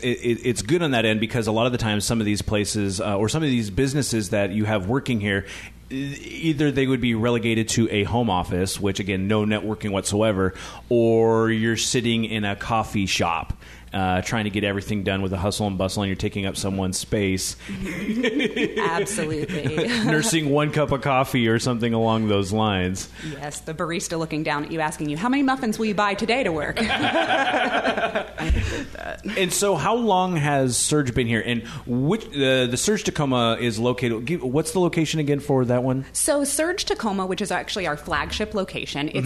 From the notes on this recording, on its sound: They recorded at the Union Club location. Union Club at 539 Broadway.